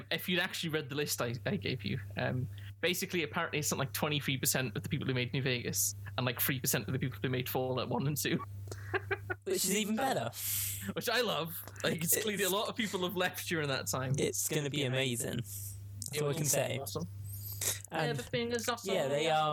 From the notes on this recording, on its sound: We apologies for the bad audio - we're still working on getting it set up right!